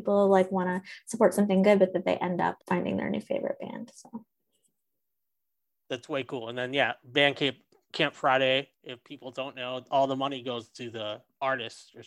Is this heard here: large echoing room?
no